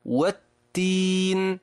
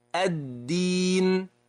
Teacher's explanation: لاحظ التاء وما فيها من نفس، ولاحظ الدال وما فيها من حبس النفس